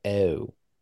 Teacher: the thing you hear the most is the long O sound is nasalized · Term: mid-Atlantic accent